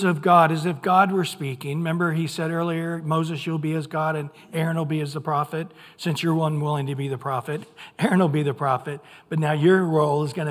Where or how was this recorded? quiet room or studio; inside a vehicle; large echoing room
large echoing room